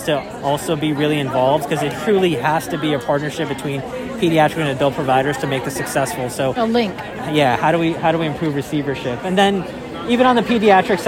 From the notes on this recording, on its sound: recorded during the ADA 2023 Conference